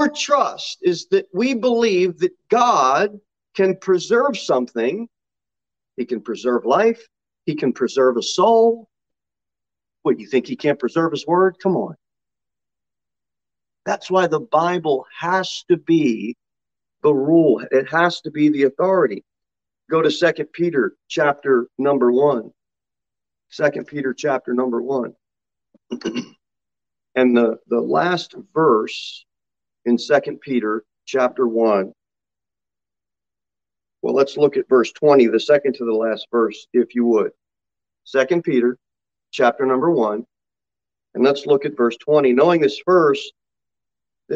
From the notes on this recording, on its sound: Sermon delivered at Pilgrim Baptist Church on Sunday, January 2, 2022, at 11:15 am. Jere Whitson Rd.